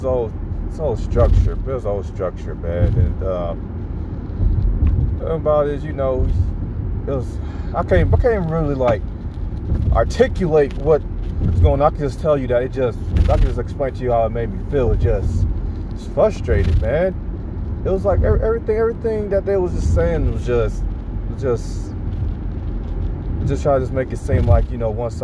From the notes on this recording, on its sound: I am in the car